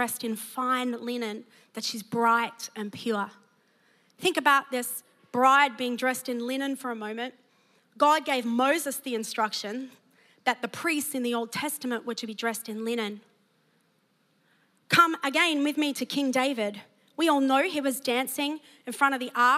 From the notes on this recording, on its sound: preached at Neuma Church Melbourne City Location